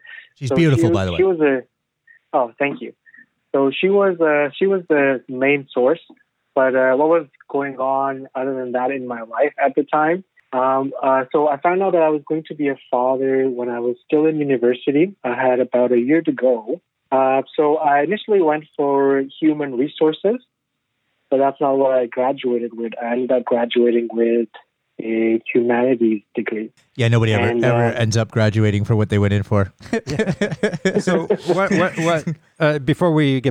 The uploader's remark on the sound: phone interview